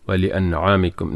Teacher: നൂൻ സാക്കിന് ശേഷം ഐനാണ് ഇൽഹാർ. ഒട്ടും ഉന്നത്ത് വേണ്ട.